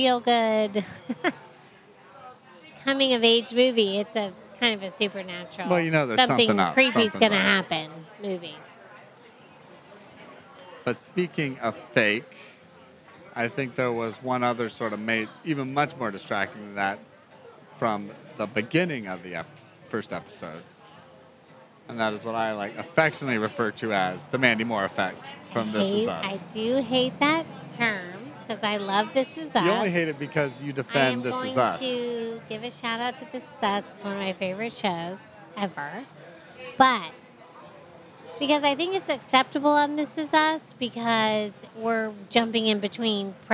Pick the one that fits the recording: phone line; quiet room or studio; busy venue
busy venue